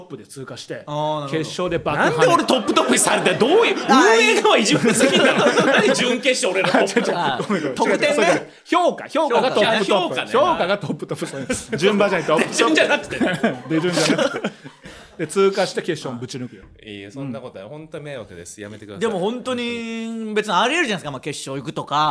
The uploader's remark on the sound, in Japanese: 公開収録